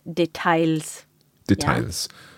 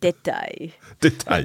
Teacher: It's French style without an S · Shown in: second take